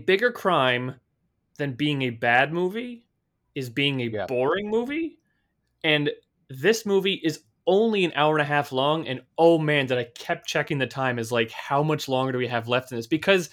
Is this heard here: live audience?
no